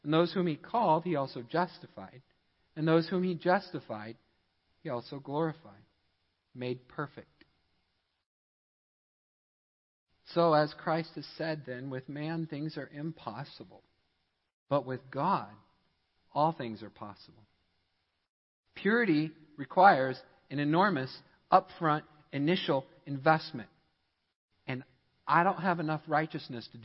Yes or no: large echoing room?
yes